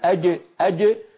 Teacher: يخرج صوت جيم مخلوطة بدال فيخرج الصوت الرديم، الرديم صار من الردم مشتق.